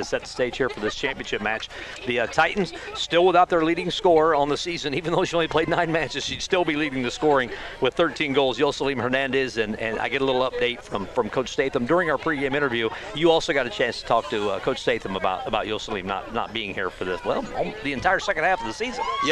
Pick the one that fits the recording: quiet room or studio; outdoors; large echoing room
outdoors